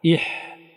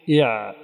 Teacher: فالفرق بين الحاء والعين اهتزاز الأوتار الصوتية، الجهر، فإن كان الهواء مجهورا كان العين وإلا كان الحاء.